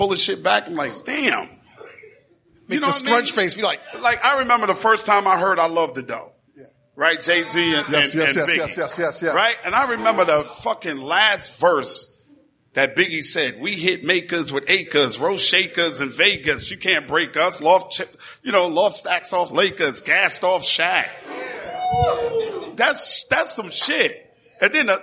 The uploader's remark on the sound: the live recording of The Combat Jack Show LIVE